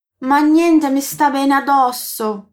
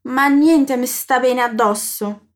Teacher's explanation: Atenção na dupla consoante D e S na palavra addosso. Basta prolongar um pouquinho a vogal que vem antes.